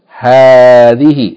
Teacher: But in reality, it has to be pronounced as though there is a alif following the fatha, elongating it · Term: long vowel